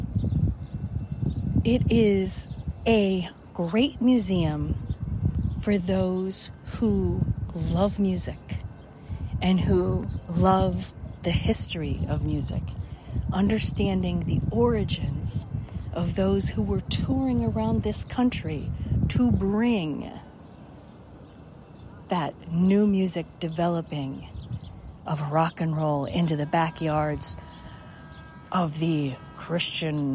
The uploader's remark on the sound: At Rock and Roll Hall of fame aka Rock Hall, Cleveland, Ohio, USA. This is a special on location Walk and Talk of our Mindfulness Summer Tour 2022.